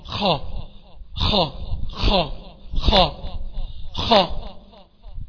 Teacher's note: أقصى اللسان هو اللي بيرتفع عشان الاستعلاء، لكن معظم اللسان تحت لأنه مستفل · Term: مستعلي منفتح